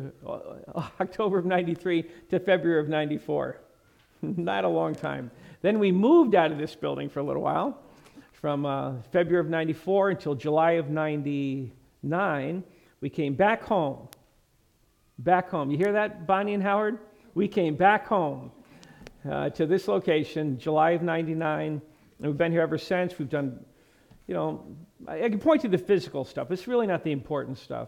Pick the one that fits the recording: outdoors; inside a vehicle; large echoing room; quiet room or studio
large echoing room